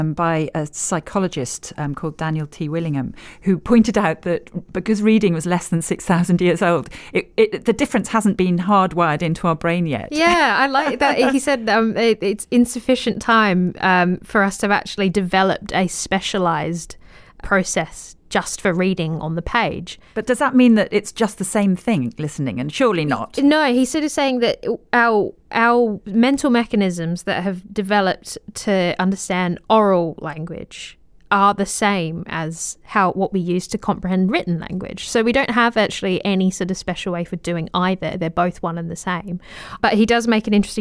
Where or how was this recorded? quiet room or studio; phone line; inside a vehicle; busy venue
quiet room or studio